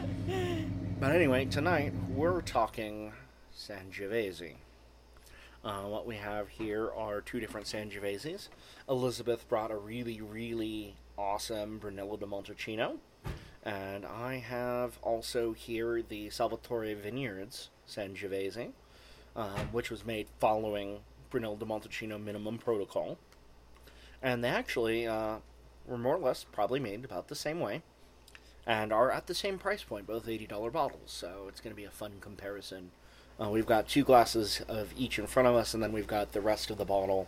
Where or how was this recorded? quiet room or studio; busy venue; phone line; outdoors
outdoors